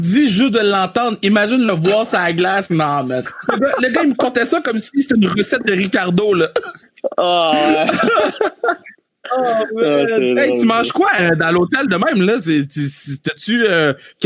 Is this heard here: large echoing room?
no